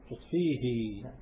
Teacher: التزم الفاء وحركتها الممدودة يعني كسرة ممدودة